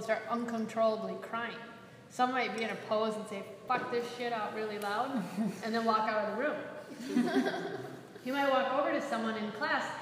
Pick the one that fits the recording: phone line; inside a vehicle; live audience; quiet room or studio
live audience